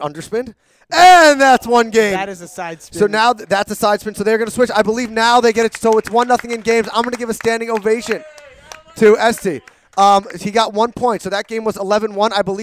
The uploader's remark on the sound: Live from the OU- Table Tennis Tournament